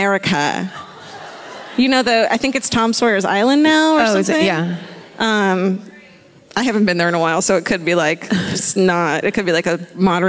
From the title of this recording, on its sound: Live at The Grove in Anaheim